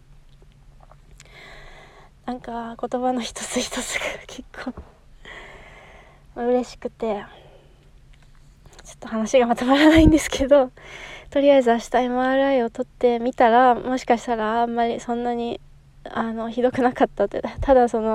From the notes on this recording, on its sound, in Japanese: このエピソードはstand.fmで2021年6月30日に放送されたものです。携帯で録音したため音質に乱れがありますが。